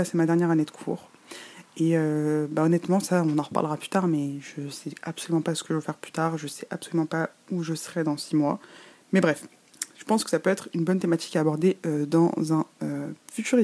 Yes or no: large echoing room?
no